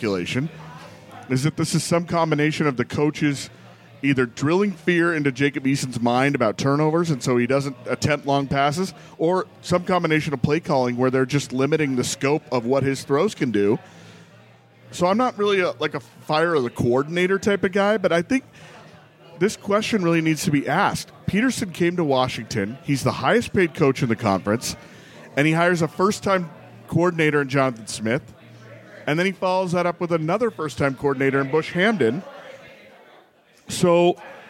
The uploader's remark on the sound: live from the Roanoke